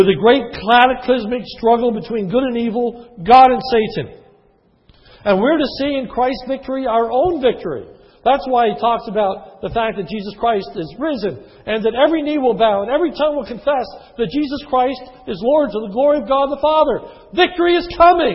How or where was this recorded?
large echoing room